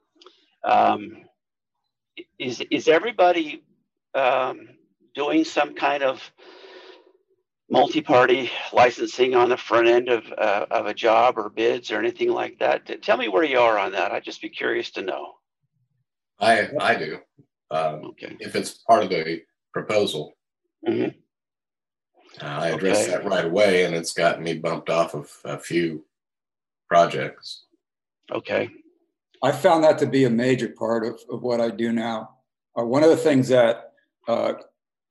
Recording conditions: video call